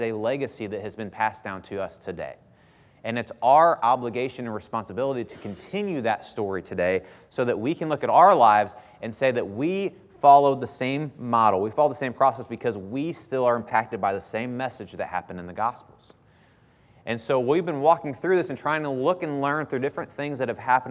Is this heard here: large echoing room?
yes